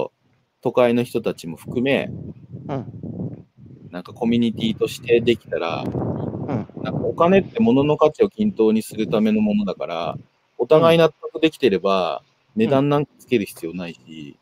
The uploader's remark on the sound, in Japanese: 歩きながら1時間、対談する